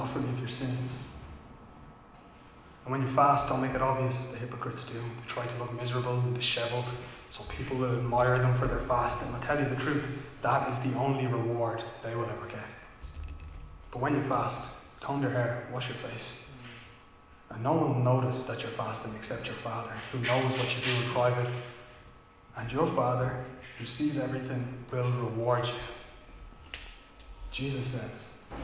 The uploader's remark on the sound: Recorded live in Liberty Church on 22 August 2021